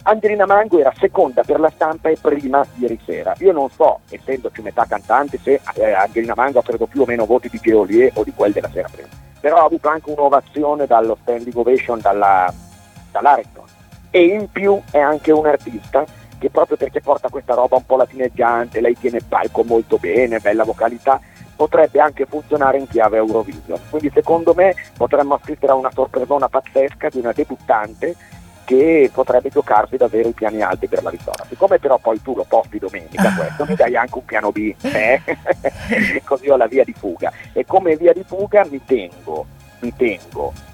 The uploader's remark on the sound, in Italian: Nell'ultimo collegamento telefonico dedicato al Festival di Sanremo.